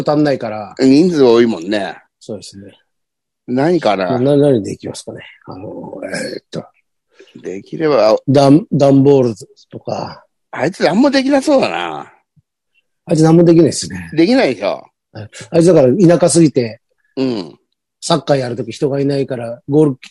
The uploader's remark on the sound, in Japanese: ZOOMで収録。